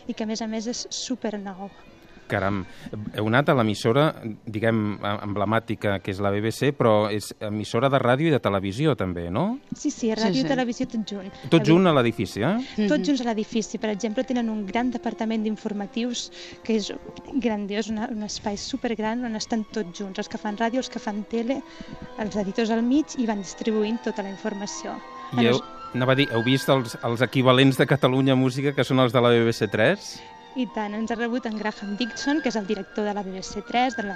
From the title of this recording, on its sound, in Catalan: en directe des del Royal Albert Hall